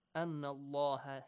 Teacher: the lam in the word Allah is pronounced heavily with an ah sound. Why? Because there is a fatha sound.